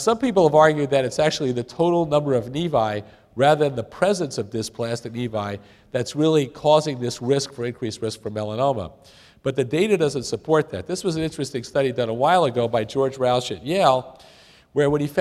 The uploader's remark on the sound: This was recorded at the 2011 Fall Conference in Orlando Florida